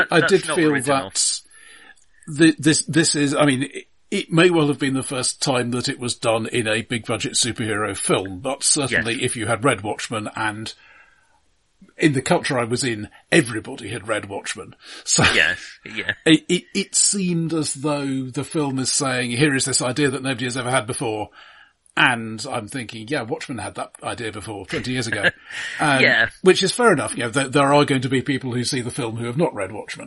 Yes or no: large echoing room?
no